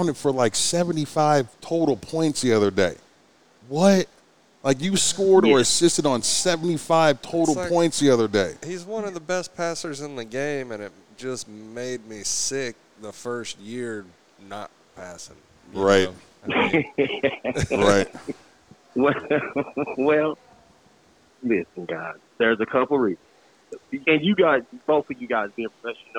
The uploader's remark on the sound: Live from IZenRx Dispensary in Okc